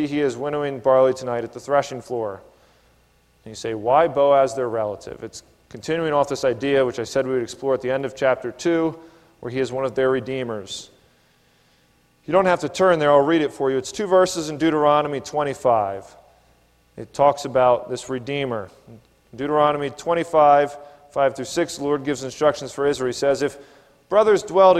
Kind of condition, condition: setting, large echoing room